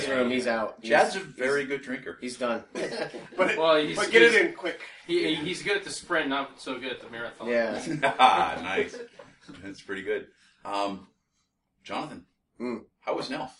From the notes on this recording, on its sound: HPR at NELF 2014 Afterparty. The Zoom H1 Recorders are fantastic devices. They definitely pick up more sound than I did when the podcast was being recorded. I heard things in playback that I wish I had heard and addressed during the live recording.